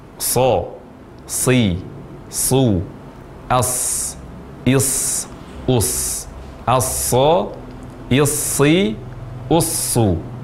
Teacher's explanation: pengucapan huruf shad yang memiliki sifat sofir tanpa dengan membulatkan bibir